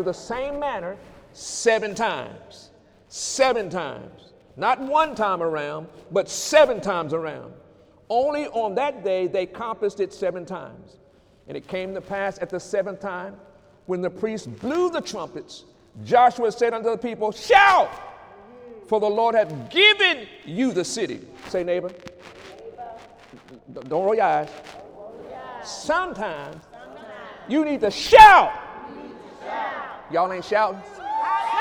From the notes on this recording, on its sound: During Sunday morning service on January 6, 2018